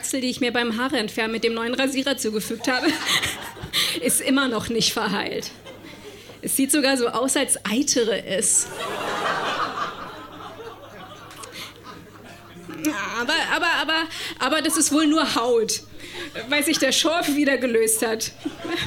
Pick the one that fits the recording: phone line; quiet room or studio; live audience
live audience